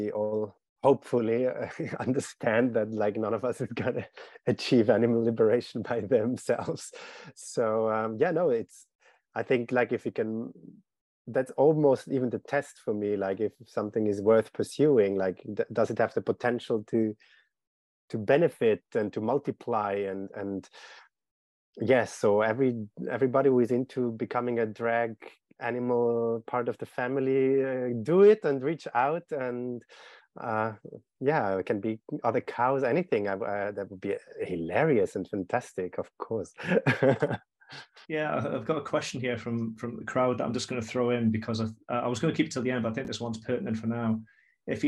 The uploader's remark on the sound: for a live online event